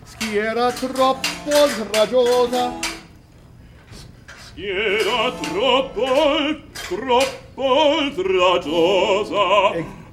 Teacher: You have to stop on troppo to give so we hear the double P.